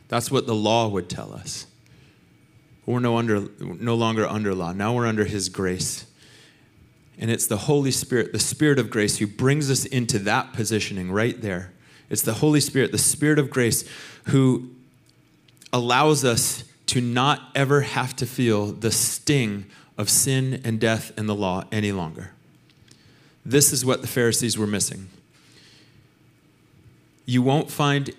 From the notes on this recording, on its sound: Recorded sunday evening service at Reunion Hawaii